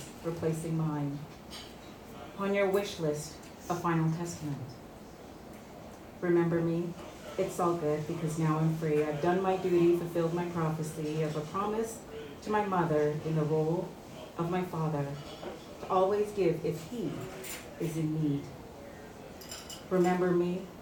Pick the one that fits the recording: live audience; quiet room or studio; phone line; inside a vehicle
live audience